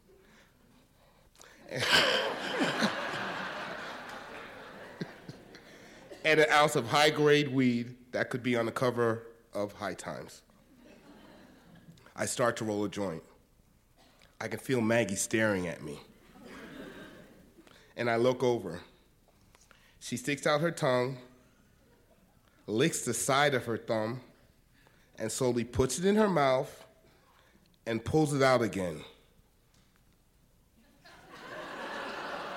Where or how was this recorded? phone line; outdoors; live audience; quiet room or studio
live audience